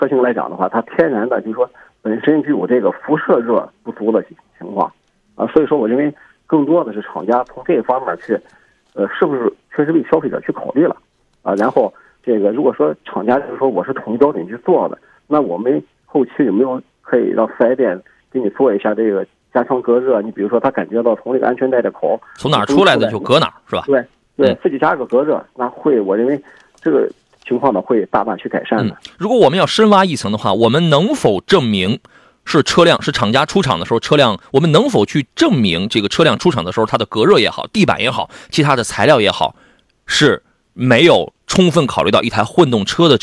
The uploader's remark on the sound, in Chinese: 节目现场联系汽车专家、鉴定专家、车主、4S店负责人